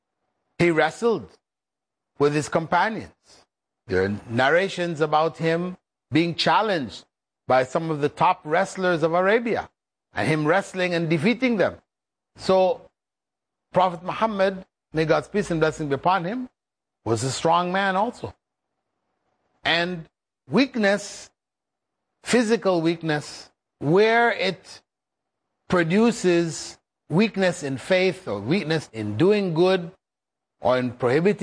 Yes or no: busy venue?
no